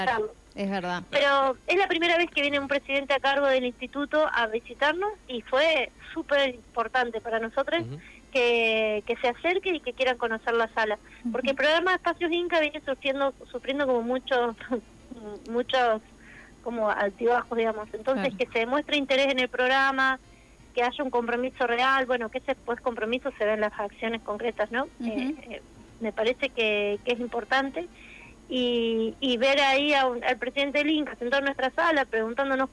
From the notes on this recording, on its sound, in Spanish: En comunicación telefónica con CTNR.